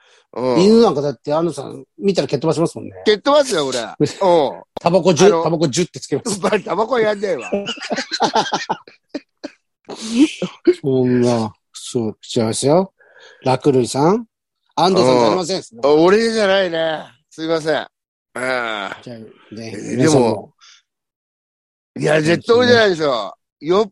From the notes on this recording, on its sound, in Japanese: ZOOMで収録